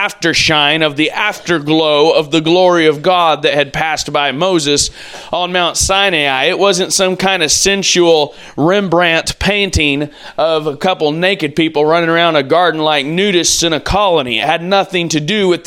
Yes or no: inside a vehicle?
no